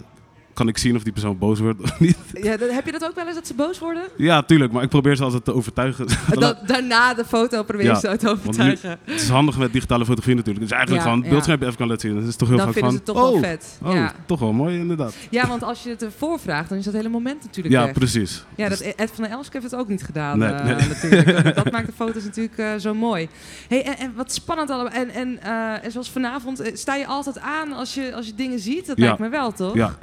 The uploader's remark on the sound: Recorded live at the opening of the exhibition: "Lust For Life | Ed van der Elsken" at the Dutch Photography Museum.